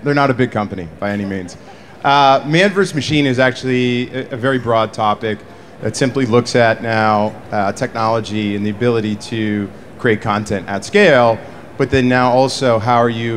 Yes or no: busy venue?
yes